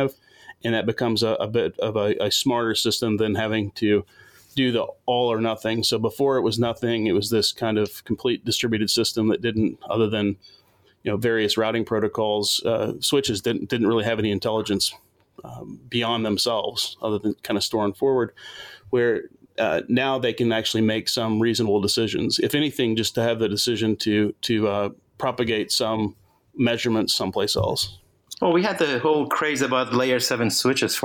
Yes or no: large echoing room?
no